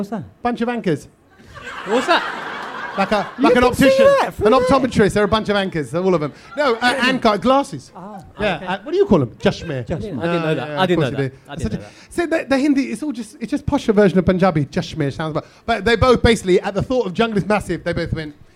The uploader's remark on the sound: London Podcast Festival 2023. This one was recorded infront of a live audience in Kings Cross, London! What a great crowd! We absolutely love doing the podcast with all the noise and rabble from our Brownloaders!